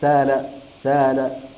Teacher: لفظ سأل بسورة المعارج أبدلها ألف سال · Term: الإبدال